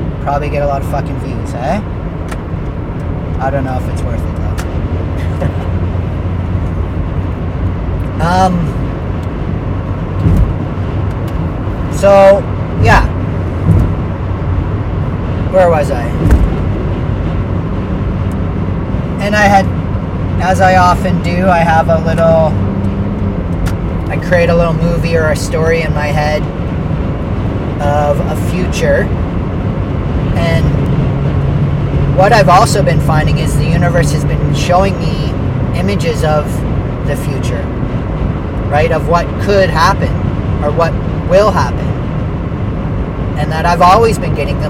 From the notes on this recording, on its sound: On the way to Chatham. First time recording while driving.